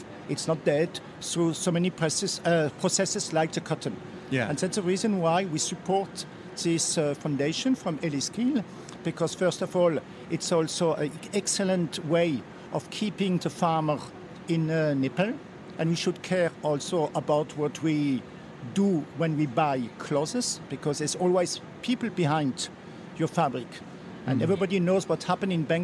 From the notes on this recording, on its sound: on location at Premiere Vision 2016 in New York